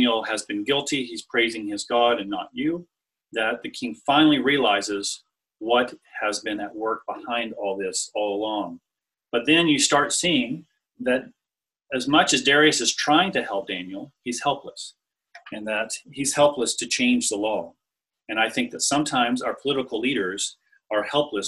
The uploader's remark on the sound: This talk was recorded over Zoom and includes the Q&A afterwards. L'Abri Fellowship.